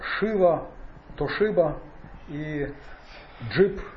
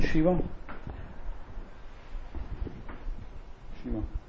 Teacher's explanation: это Ш с точкой сверху, которая мягкая, особо мягкая · Shown in: second take · Там даже в конце книжки, где транскрипция, написано, что вот Ш с ударением, оно как ща читается. · Term: смягчение